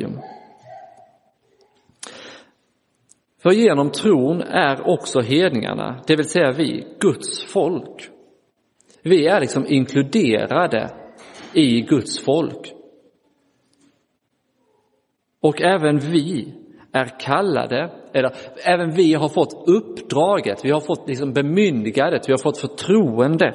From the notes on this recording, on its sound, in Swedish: Inspelad i Roseniuskyrkan den 28 januari 2024